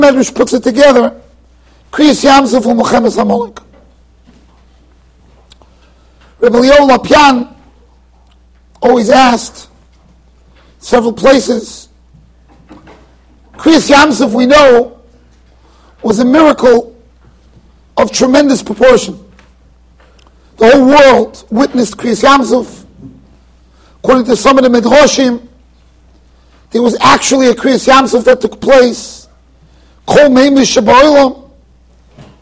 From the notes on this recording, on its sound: Shiur recorded in Yeshivas Ohr Reuven, Monsey NY.